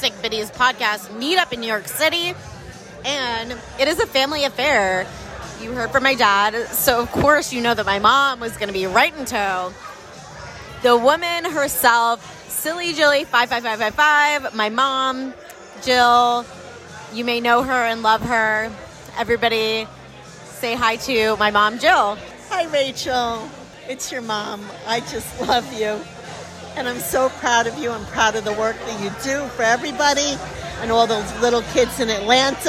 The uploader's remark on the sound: Meetup Live. Mini interviews live at the NYC and ATL meetup.